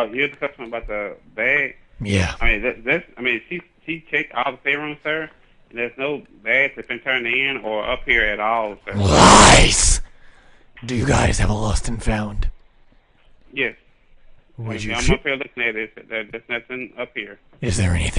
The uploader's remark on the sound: Live prank calls every week!